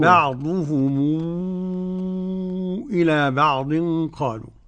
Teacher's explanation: قرأ ورش بصلة هذه الميم تصير عنده مدا منفصلا. نعم، يصلها بو. · مد منفصل بمقدار ست حركات